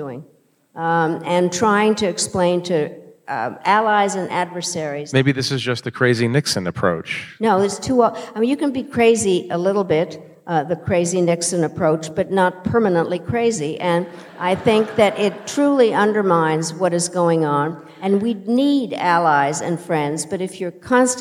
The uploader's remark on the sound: In a conversation on stage at Sixth & I